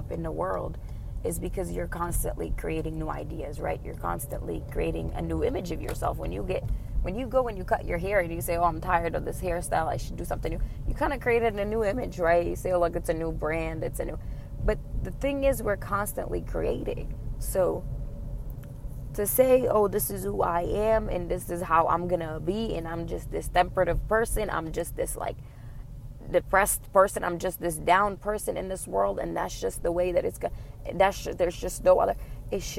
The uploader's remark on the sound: This was recorded in a car.